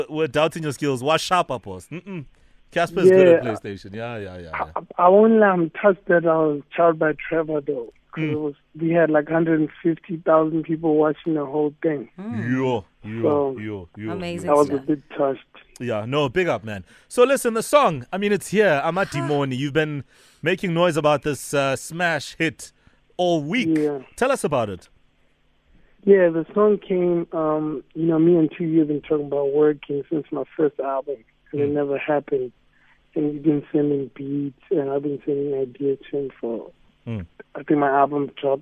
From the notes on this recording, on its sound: PHONE INTERVIEW.